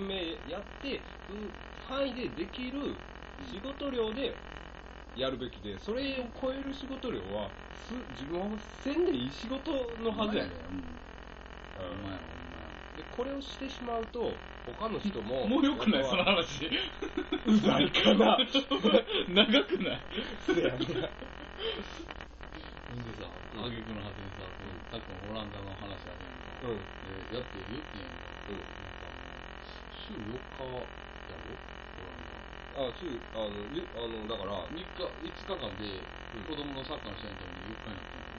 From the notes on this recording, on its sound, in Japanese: 雑音が少しうるさいですが、すみません。。。もうマイク替えますんで。。。